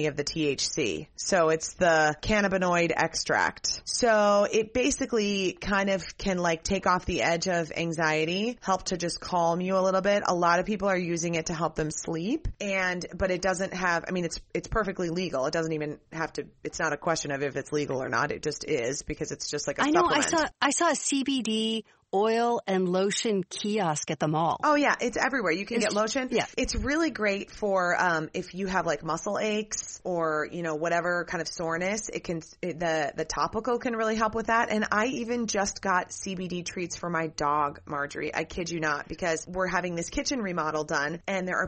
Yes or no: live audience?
no